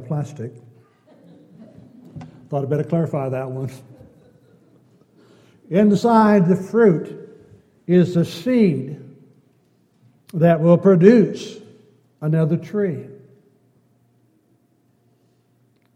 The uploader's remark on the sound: Downtown Church Of Christ Audio Sermon.